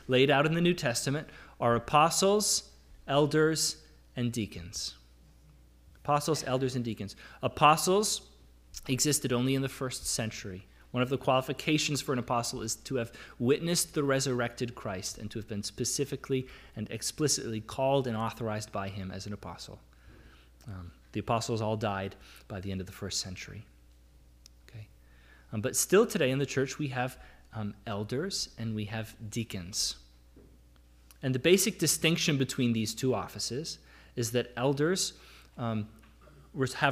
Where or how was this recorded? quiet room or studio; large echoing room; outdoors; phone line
large echoing room